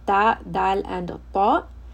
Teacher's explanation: We have ta, dal, and ta. The makharij is tip of the tongue, touching the gum line of the upper two teeth.